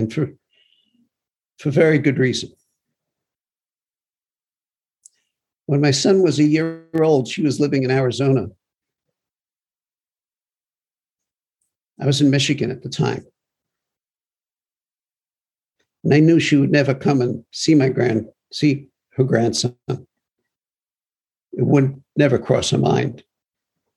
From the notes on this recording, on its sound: Broadcasted via zoom